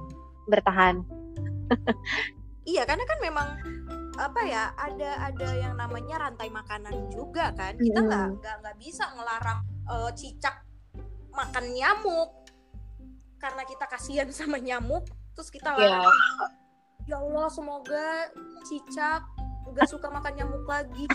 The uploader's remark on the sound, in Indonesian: Episode kali ini direkam jarak jauh, jadi banyak percakapan yg mungkin hilang sebagian karena keterbatasan perangkat.